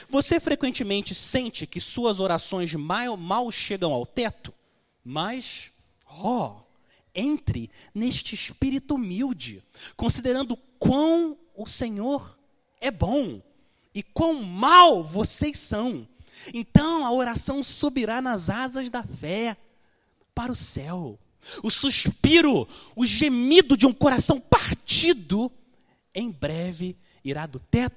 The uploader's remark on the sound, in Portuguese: Mensagem gravada na Igreja Batista Jardim Minesota